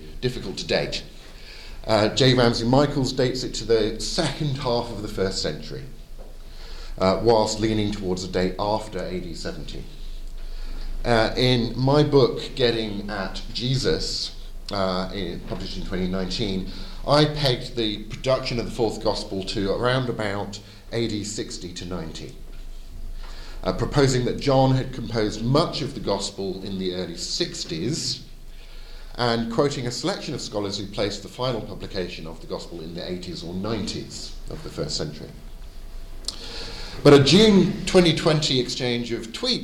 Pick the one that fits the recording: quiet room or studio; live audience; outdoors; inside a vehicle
live audience